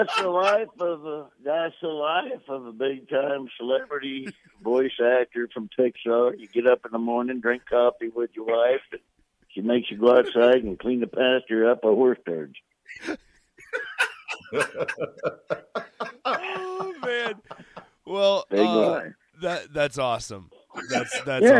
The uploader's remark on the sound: so we set up a couple phone calls